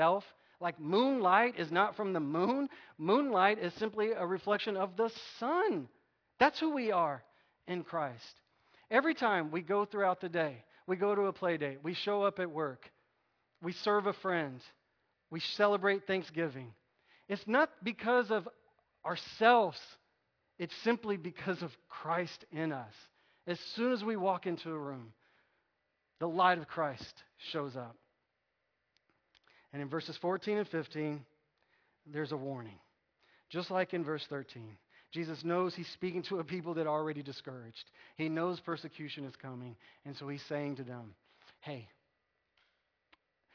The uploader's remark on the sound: Recorded at North Village Church. Non-denominational church in Austin, TX.